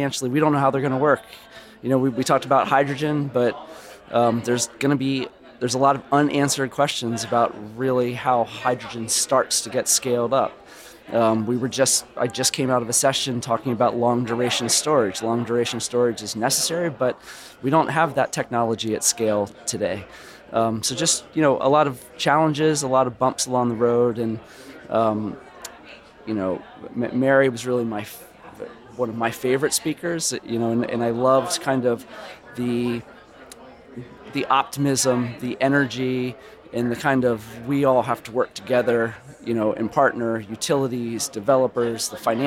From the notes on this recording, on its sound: Live At The Solar & Energy Storage Summit. Was live in San Diego, bringing you highlights from each day of the conference.